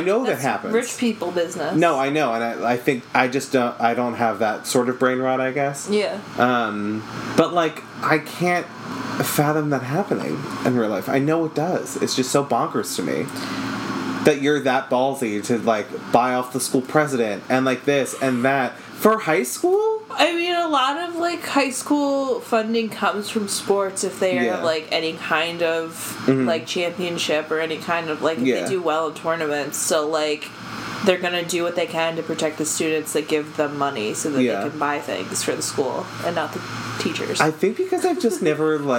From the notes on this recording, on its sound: It was a warmer day when we recorded so you can hear our AC and we didn't catch it until editing time, so we're sorry for the fan sounds!